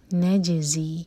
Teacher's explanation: جیم پر قلقلہ اور زا buzzing sound کے ساتھ. نجزی من نون پر سکون تو اظہار.